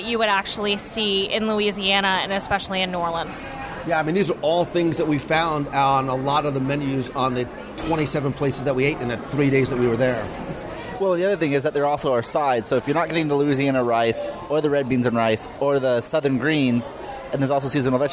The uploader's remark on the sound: Join me at the dinner table this week for a live review of Boatwright’s Dining Hall at Disney’s Port Orleans Riverside Resort.